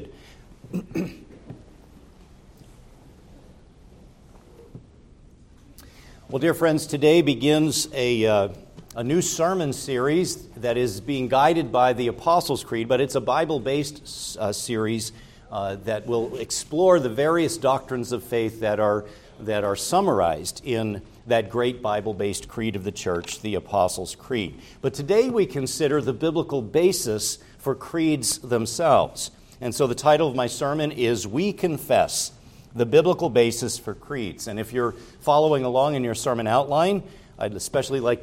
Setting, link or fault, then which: setting, large echoing room